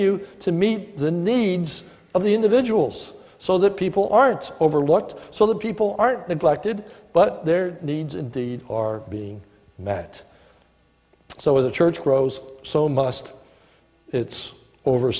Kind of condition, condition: setting, large echoing room